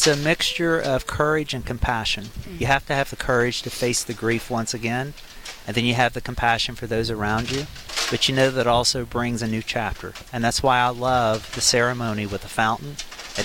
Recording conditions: busy venue